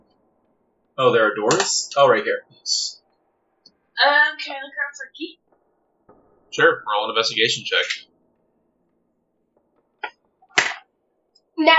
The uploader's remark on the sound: Due to this being our first recorded actual-play with limited equipment/knowledge, the audio of both Parts 1 and 2 of this actual-play isn't ideal.